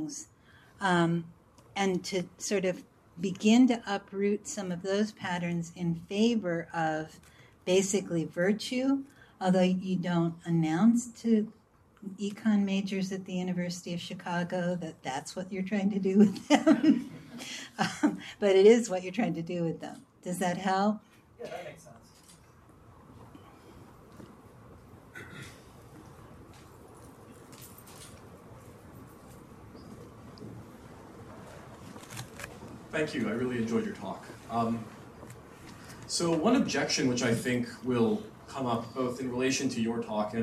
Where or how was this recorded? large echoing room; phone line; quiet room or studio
large echoing room